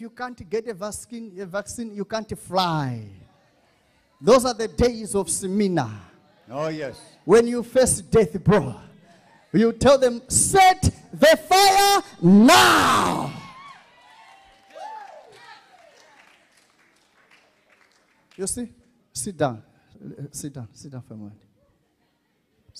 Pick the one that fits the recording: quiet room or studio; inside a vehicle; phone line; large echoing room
large echoing room